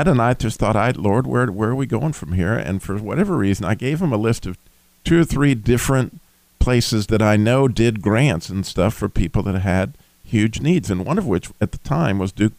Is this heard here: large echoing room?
no